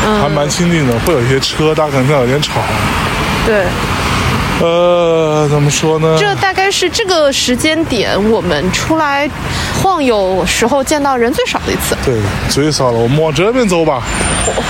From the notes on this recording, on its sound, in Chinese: 这是一期在大年二十九晚上录制的节目。在基本没人的路上走了一大圈，并用手机录制了这期节目。